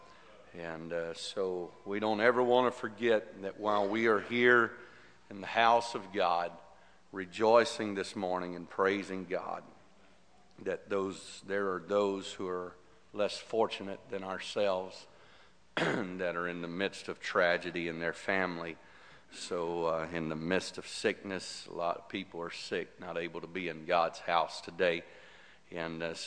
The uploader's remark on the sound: This message is broadcast live from Girst Pentecostal Church in Silsbee Texas